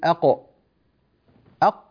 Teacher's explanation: فالقاف من أقصى اللسان مع الحنك الأعلى